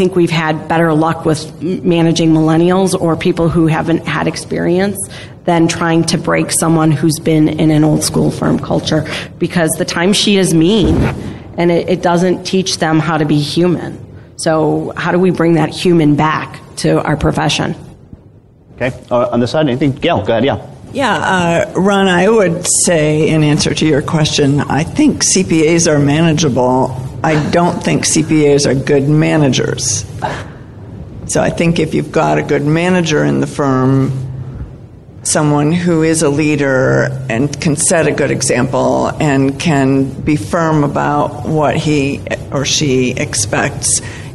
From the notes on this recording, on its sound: Live from Sage Summit. Sage Summit 2017 in Atlanta. A great panel discussion.